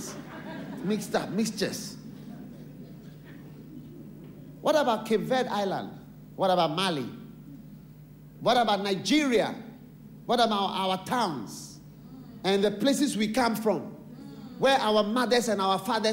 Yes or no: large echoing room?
yes